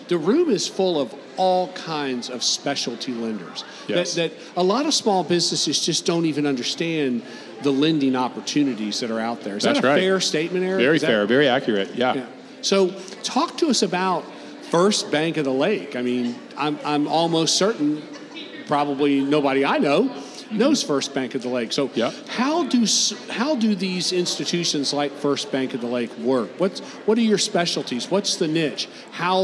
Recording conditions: busy venue